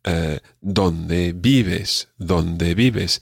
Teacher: both words have the accent or the stress on the first syllable.